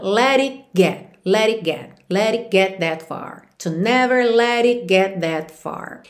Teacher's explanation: Então, to never let it, do let pro it, juntou com rarara, e do it pro get, acontece uma coisa bem interessante, que é você omitir mesmo o T e nem fazer o contato da língua com o céu da boca. Let it get that far.